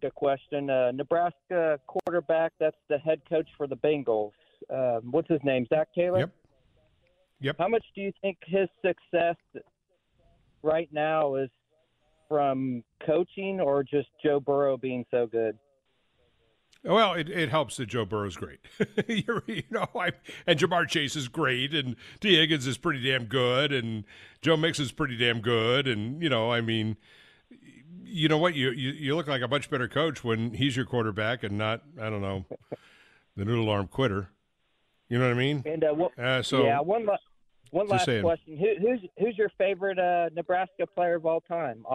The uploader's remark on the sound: allow listeners to call in to ask questions